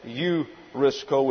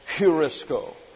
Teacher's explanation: Notice that this is a rough breathing when it heads that way, and it's transliterated into the English by the H. The rough breathing gives sort of a raspy sound at the beginning of the word. · Shown in: second take · Rather than eurisko, it's heurisko.